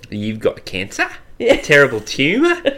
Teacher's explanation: With Australian rising intonation? Everyone thinks we're asking a question.